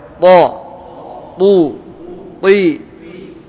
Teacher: Ujung lidah dengan gusi gigi seri atas